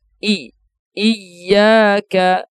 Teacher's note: yang pertama hamzahnya i, juga diperhatikan jangan sampai dibaca e, i, iyyaka, kemudian ya berharokat dia fathah dan bertasydid sehingga jangan sampai kita baca iya, iyyaka, iya, la, itu keliru.